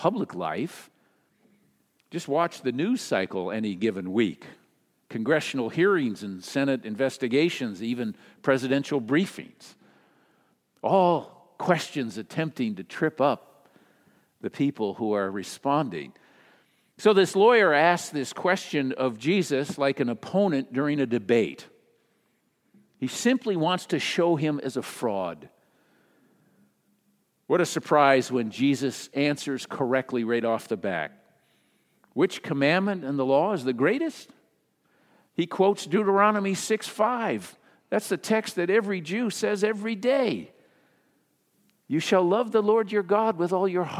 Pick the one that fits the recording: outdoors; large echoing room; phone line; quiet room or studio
large echoing room